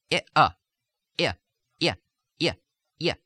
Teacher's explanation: the tongue starts out way up by the palate, and then with a little wavy movement, the middle of the tongue starts pulling down and away as you produce the or the second stage of the diphthong or vowel.